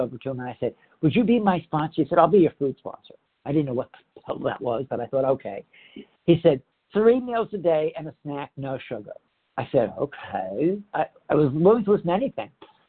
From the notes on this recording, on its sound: the 100 Pounders Phone Meeting on 10/9/20